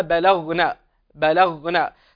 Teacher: الباء هنا مرققة واللام مرققة والغين مفخمة فهي من حروف التفخيم · Term: الحروف المرققة والمفخمة